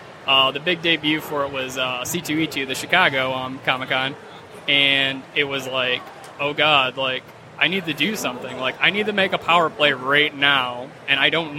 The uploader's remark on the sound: Live at Motor City